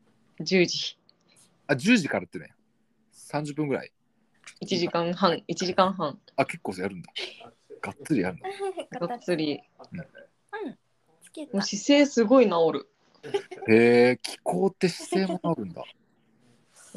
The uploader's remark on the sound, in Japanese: 今日は久しぶりに遠隔収録